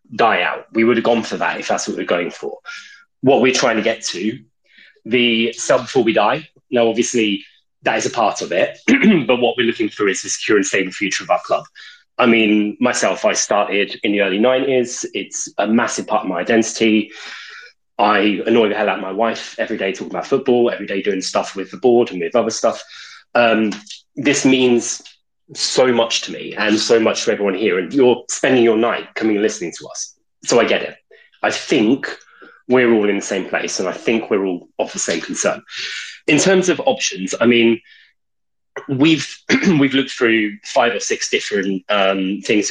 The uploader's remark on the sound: Twitter Space recording from June 22nd